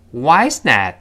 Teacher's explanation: 特殊疑问句，最后降调